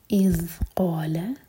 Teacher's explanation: یہ ذَال زَا کا ساؤنڈ نہ آئے. قَالَ قَاف ہیوی اور دو حرکہ، لَا لائٹ اور ایک حرکہ.